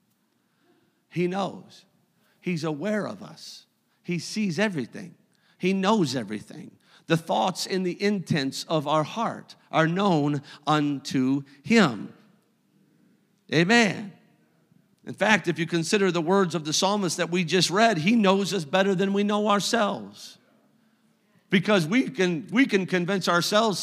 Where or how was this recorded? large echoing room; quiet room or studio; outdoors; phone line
large echoing room